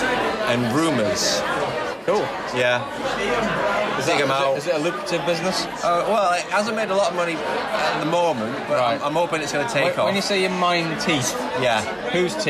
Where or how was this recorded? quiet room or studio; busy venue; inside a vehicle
busy venue